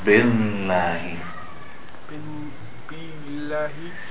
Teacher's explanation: make the lam come from the sides of the tongue